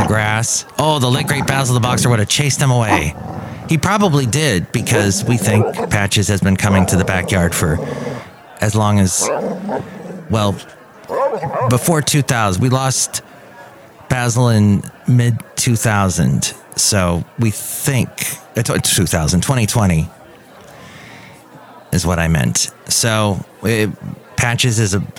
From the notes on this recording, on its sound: podcasts live from Café Anyway